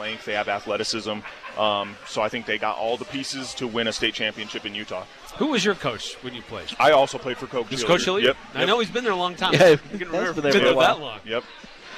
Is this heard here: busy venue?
yes